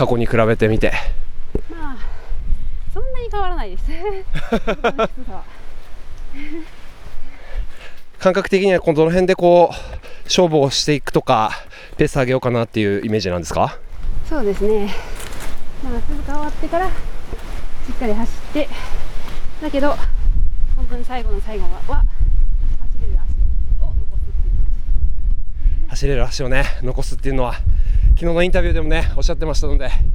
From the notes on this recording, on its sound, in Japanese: 鈴鹿山脈を進むトップ選手の実走インタビュー。A1安楽峠の様子。